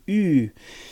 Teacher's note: And that is a sound that English doesn't have. U is like saying E but rounding your lips. · Term: U umlaut